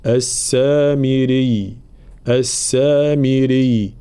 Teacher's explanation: طبعا الوقف على كلمة السامري لأن الياء مشددة هنا، فلا نقول السامري، لا، لابد من بيان تشديد الياء بلا مبالغة